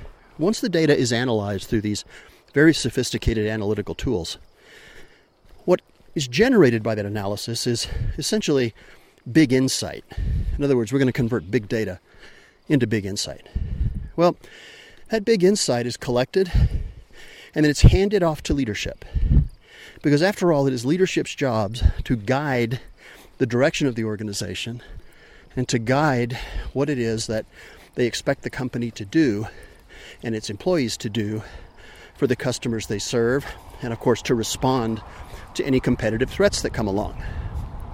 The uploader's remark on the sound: All while hiking in the high country of New Mexico. Sorry for being breathless!